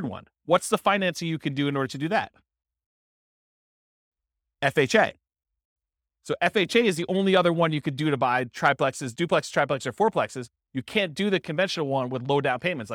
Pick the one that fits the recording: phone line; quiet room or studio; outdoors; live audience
live audience